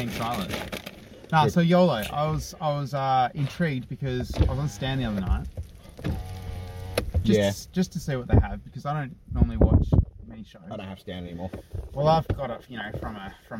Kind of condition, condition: setting, inside a vehicle